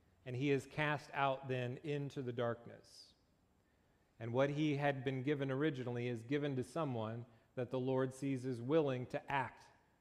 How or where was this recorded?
large echoing room